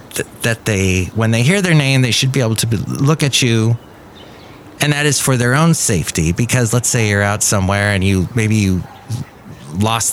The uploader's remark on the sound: Podcasts live from Café Anyway.